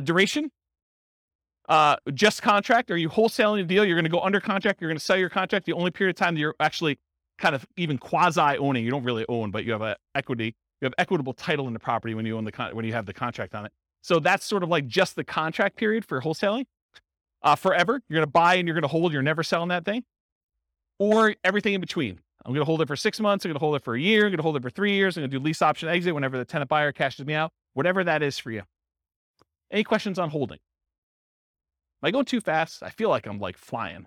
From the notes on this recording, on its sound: This was a live class recorded